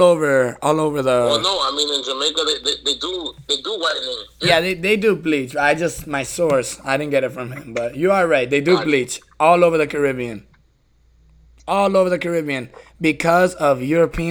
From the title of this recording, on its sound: Phone calls